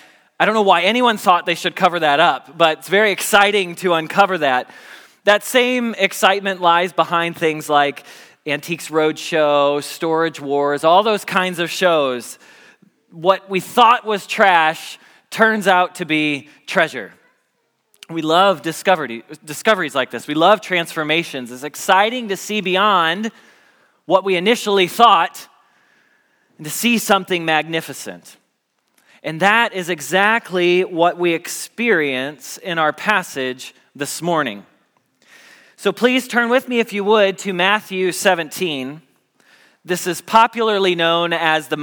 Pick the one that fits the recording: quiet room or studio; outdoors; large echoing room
large echoing room